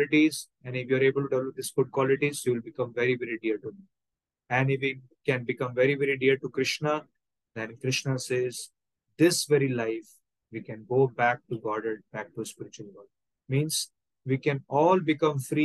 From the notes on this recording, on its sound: Zoom recorded session